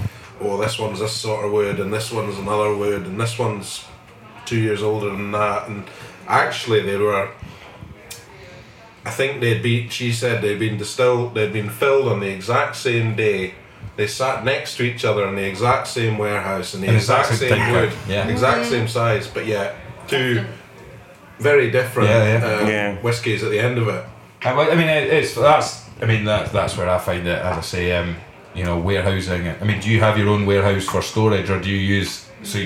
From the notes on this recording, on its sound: This was a lot of fun to record once again at The Athletic Arms in Edinburgh